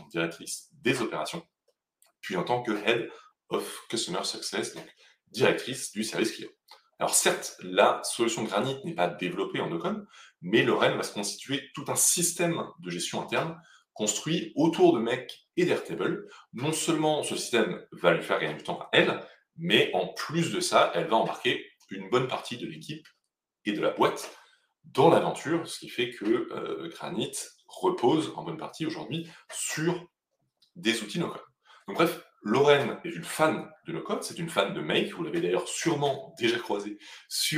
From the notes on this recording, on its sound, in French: la qualité audio étant anormalement mauvaise sur cet épisode